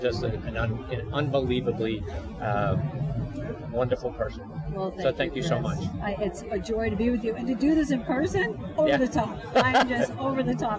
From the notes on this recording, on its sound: Live From the Floor of the PGA Merchandise Show.